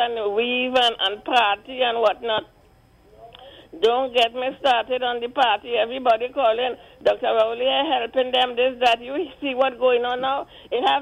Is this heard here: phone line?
yes